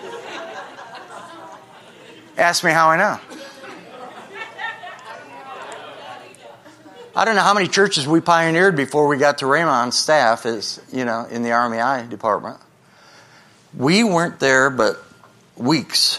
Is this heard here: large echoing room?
yes